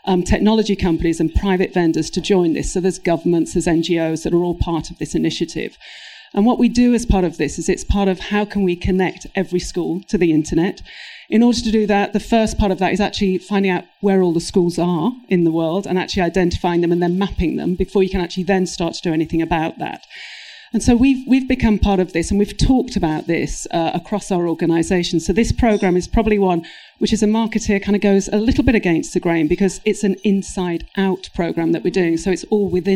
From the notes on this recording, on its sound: Live from London. Recorded live in London. Siegel+Gale’s Future of Branding CMO Panel: International Women's Day 2023.